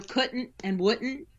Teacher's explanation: So couldn't and wouldn't is a glottal stop.